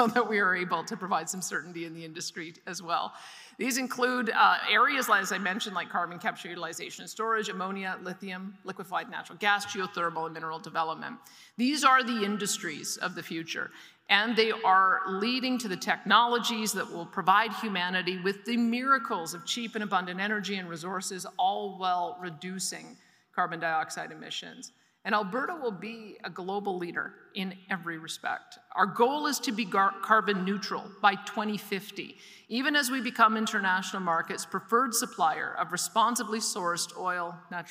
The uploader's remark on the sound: delivered a keynote address at the Industrial Heartland Association Annual Conference in Edmonton